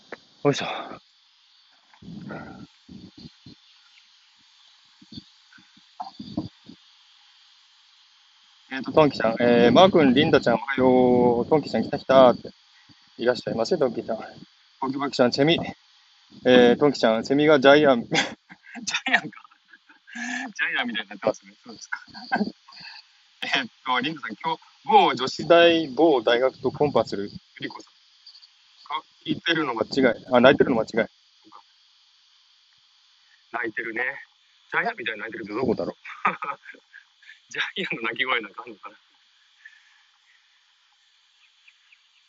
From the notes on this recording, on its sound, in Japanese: ウォーキングライブ。シドニー #オーストラリア #ウォーキング。